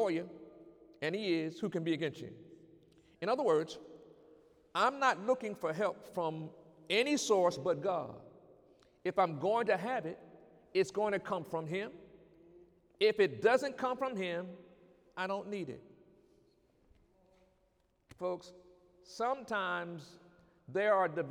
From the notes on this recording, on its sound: During Sunday morning service on November 17, 2019